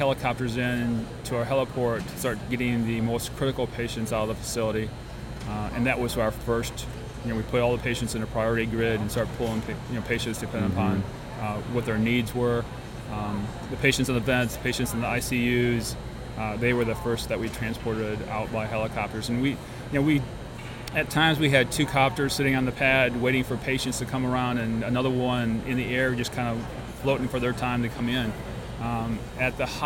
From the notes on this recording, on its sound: during MGMA’s 2019 Annual Conference in New Orleans